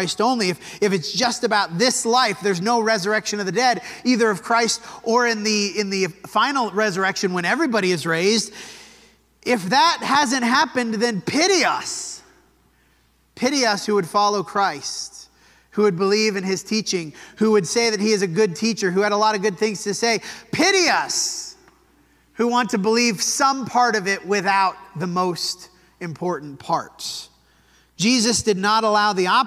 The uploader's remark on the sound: This sermon was preached at the Dewey Church of Christ on October 1, 2023.